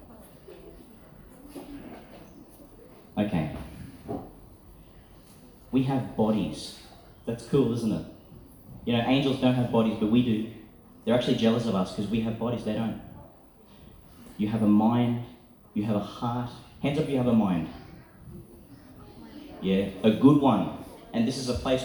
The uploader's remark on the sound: Reflection for Easter Prayer, delivered at St Francis of Assisi School, Tannum Sands, Qld., 2022.